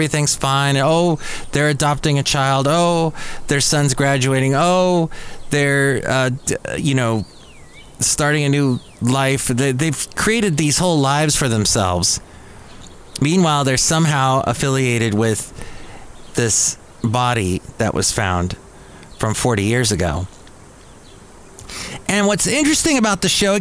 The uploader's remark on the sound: podcasts live from Café Anyway